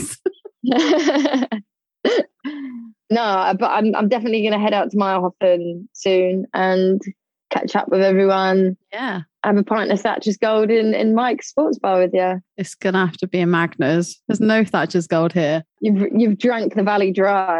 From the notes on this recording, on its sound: Full disclosure, there were a few sound issues on the Zoom calls for season two, but what it lacks in sound quality it makes up for in content.